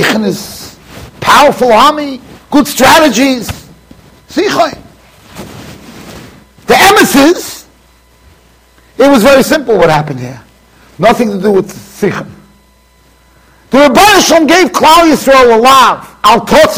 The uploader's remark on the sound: Shiur recorded in Yeshivas Ohr Reuven, Monsey NY.